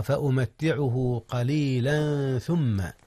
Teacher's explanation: وهنا أيضا إخفاء يا أستاذنا، إخفاء التنوين قبل الثاء